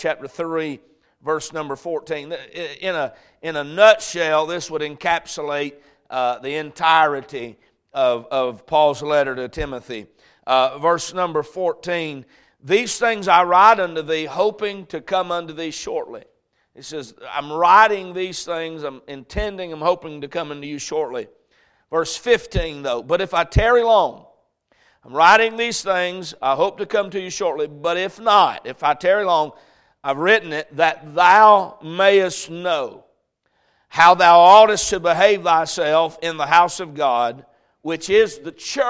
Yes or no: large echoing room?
yes